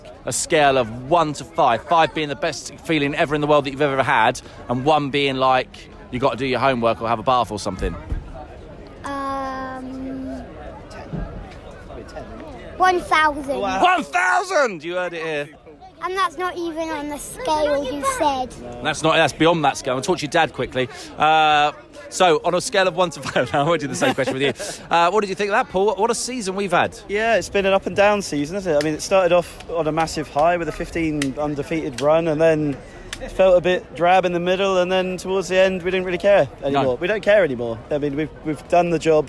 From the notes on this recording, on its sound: AFC Bournemouth fans of all ages came on the microphone after the post-match celebrations at Dean Court. Chatted to some veruy happy Cherries outside the ground.